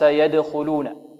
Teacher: قلقلة، حكمها القلقلة، يعني الدال مرققة مقلقلة